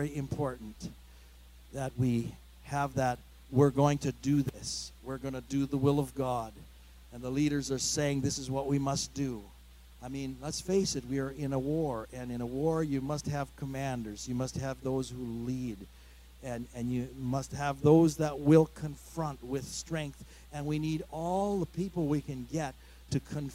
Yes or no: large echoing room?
yes